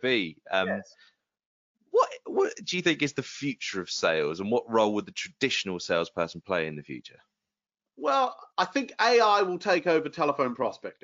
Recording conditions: video call